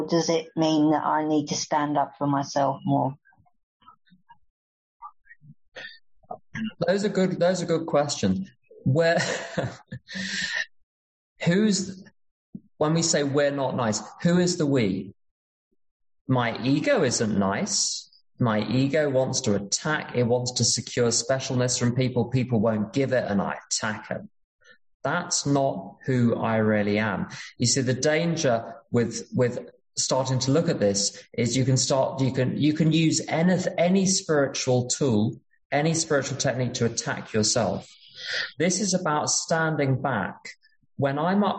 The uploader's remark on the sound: at an unknown zoom meeting held in July of 2022